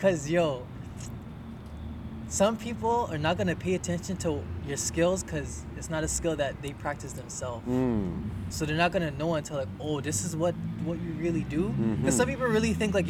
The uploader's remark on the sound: outside edition